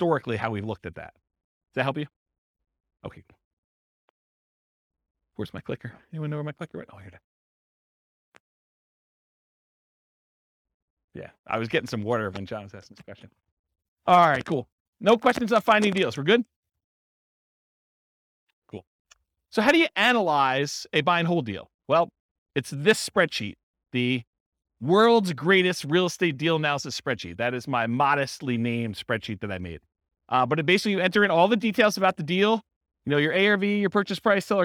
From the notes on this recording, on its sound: This was a live class recorded.